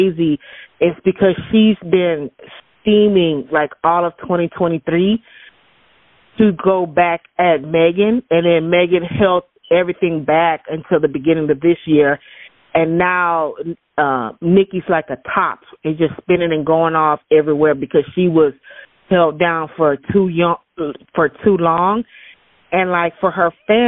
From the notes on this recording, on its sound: this episode is a call in show